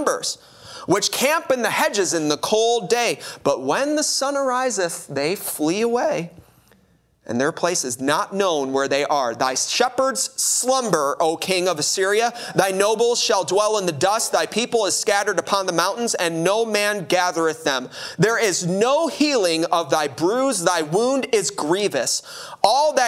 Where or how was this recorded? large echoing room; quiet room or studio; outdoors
large echoing room